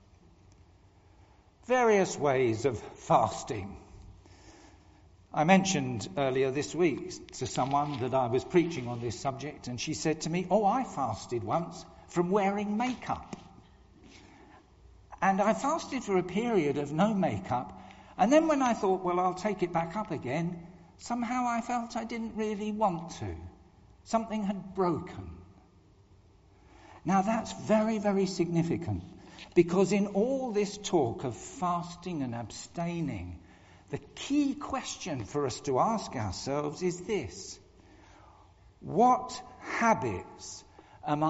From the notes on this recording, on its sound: Recorded at the 10:00 service on Sunday 5th March 2023 at All Saints Church, Malvern.